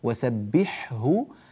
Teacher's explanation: كمان في نفس الآية: وسبحه، لاحظوا على الشاشة، وسبحه، الحاء لا تدغم في الهاء، ها، ولا الهاء تدغم في الحاء.